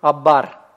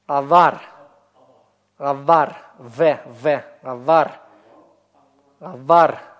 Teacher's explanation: обращайте внимание на смычное щелевое произношение. Видите, я не говорю абар. Авар, авар, в, авар, авар, без точки.